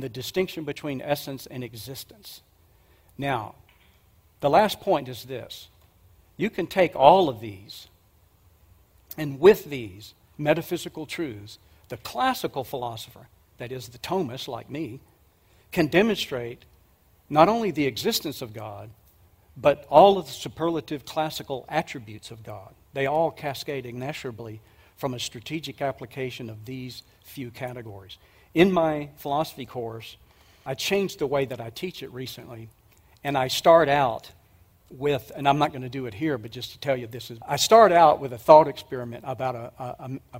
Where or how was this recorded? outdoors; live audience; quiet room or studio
live audience